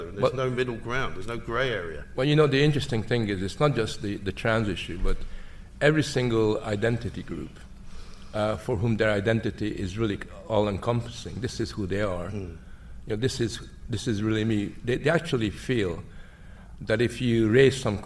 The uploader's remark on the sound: LIVE from The Battle of Ideas Festival!